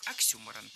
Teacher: Ударение в этом слове нужно ставить на второй слог.